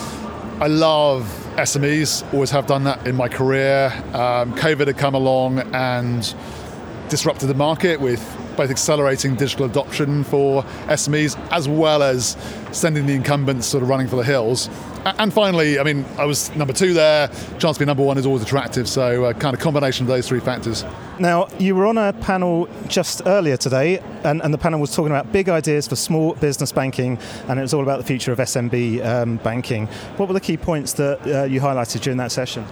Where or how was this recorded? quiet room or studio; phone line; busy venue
busy venue